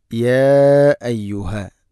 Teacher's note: നാലോ അഞ്ചോ ഹർക്കത്ത് വരെ നീട്ടാവുന്ന മദ്ദാണ്. മദ്ദിൻ്റെ അക്ഷരമായ അലിഫിന് ശേഷം ഹംസ അയ്യുഹ എന്ന പദത്തിൽ, അങ്ങനെ വേറെ വേറെ പദത്തിലാവുമ്പോഴാണ് മദ്ദിൻ്റെ അക്ഷരങ്ങളും ഹംസയും വേറെ വേറെ പദത്തിലാവുമ്പോഴാണ് മുൻഫസിൽ എന്ന് പറയുന്നത്. · Term: مد منفصل